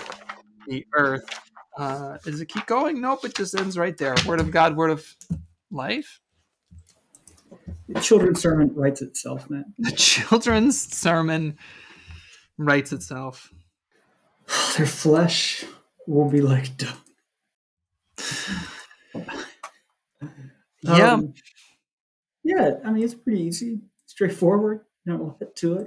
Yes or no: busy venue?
no